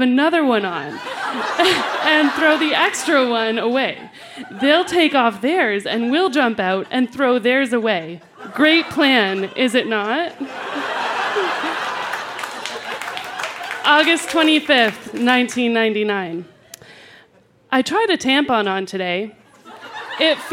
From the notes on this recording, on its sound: Recorded live at the Tranzac Club in Toronto.